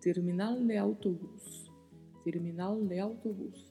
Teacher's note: Muita atenção com a pronúncia, porque temos uma letra E com som de E, um R com vibrato e o L com a ponta da língua tocando a parte superior dos dentes para gerar o som terminal.